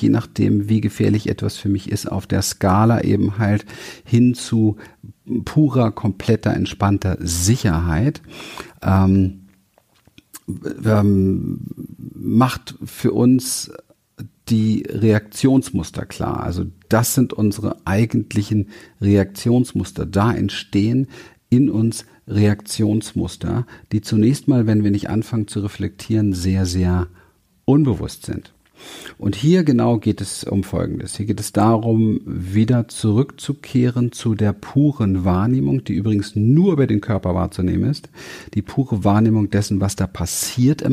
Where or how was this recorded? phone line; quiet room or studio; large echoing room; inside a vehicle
quiet room or studio